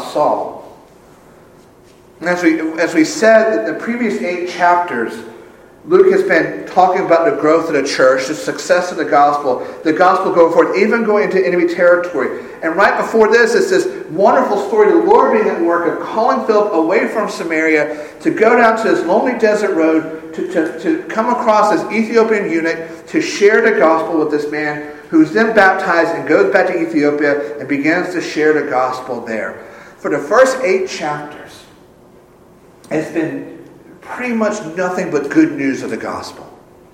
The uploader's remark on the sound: Full service is recorded